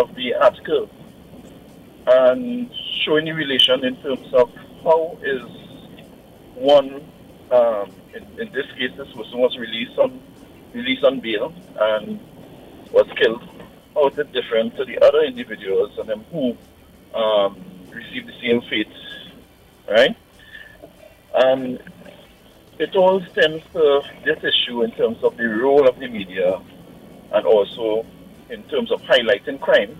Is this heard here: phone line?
yes